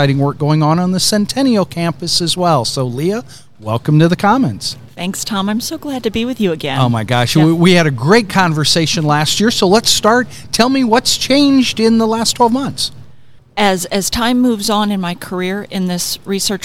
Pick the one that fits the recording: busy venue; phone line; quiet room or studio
busy venue